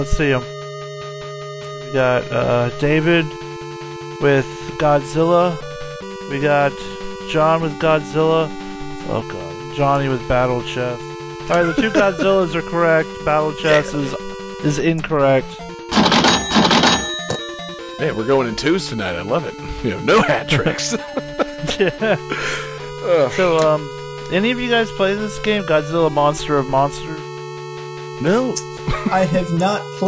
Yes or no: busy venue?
no